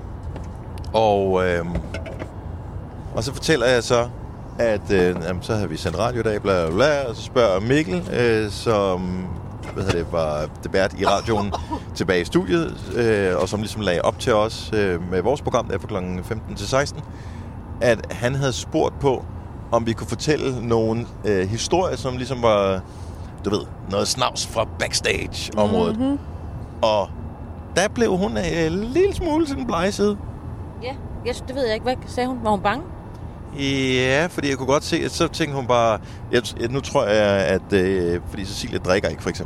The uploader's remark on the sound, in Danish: Optaget i bilen på vej til Aalborg fra Aarhus.